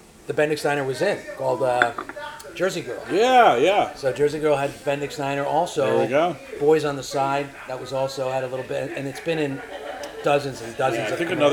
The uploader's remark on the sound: This was taped live at the Bendix Diner in Hasbrouck Heights.